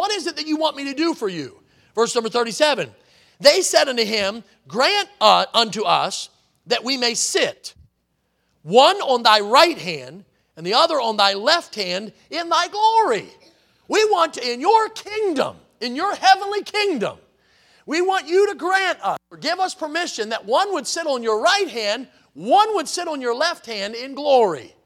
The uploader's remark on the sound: in the Sunday Evening Service on August 20, 2023, at Victory Baptist Church in Boonsboro, Maryland